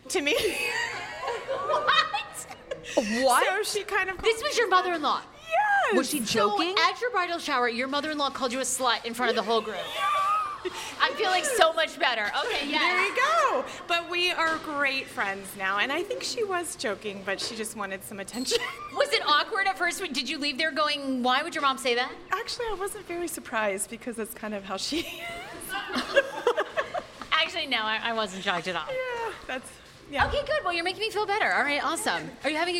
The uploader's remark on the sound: Last week we did a live pop-up podcast at Yume Sushi in Arlington, Va for some of nearest and dearest fans.